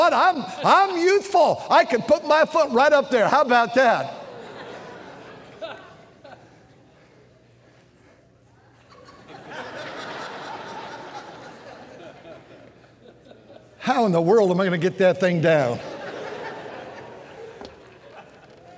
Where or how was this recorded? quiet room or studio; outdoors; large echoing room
large echoing room